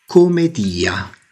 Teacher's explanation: Il titolo originale era Commedia, con una sola M e probabilmente pronunciata con un accento tonico sulla I